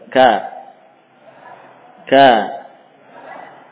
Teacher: Ini huruf qaf, isti'la, infitah. Kaf tidak terkurung, lepas ke bawah, punya sifat istifal sekaligus infitah